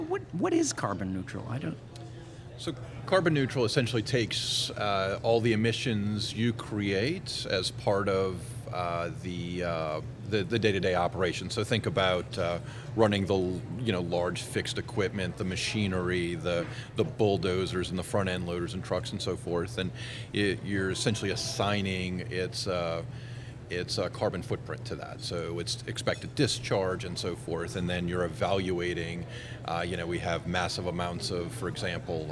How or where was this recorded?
busy venue